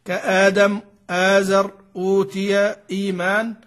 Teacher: المد مقداره عند غير ورش يلحق بالمد الطبيعي، يعني حكمه القصر، حكمه القصر، لا يزاد فيه عن ألف واحدة، كآدم آزر أوتي إيمان، فعند جميع القراء يمد مدا طبيعيا، · Term: مد البدل